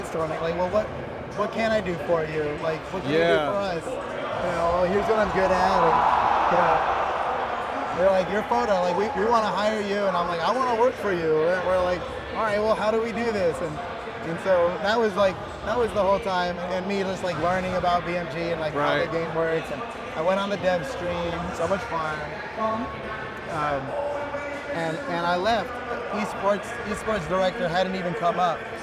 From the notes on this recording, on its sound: live at the Cobb Galleria, inside the BCX venue, on Championship Sunday